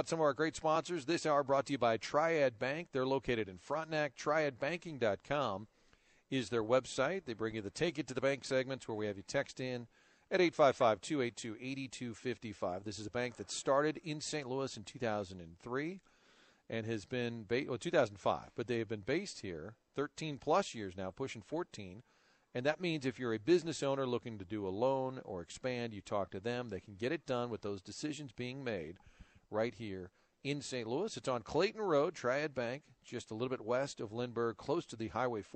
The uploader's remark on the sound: broadcasting live from Persimmon Woods